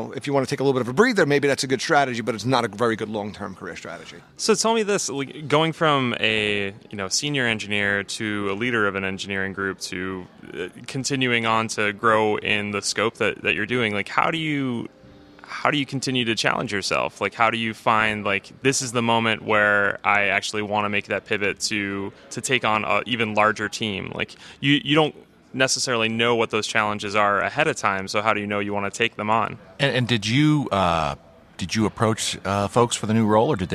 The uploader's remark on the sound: joined us live at VMworld 2016